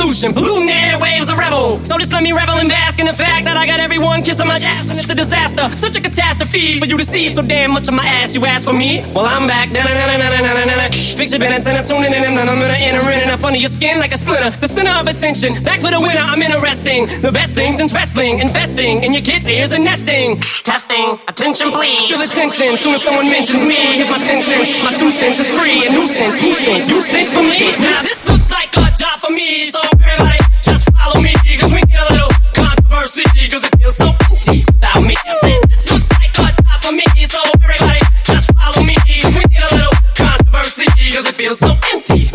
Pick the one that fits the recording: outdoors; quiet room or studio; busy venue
busy venue